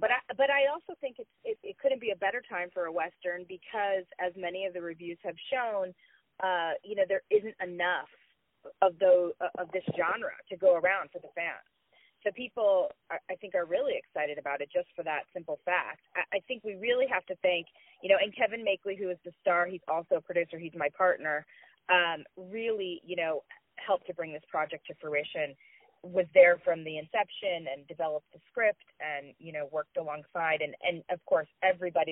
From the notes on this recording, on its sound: On the phone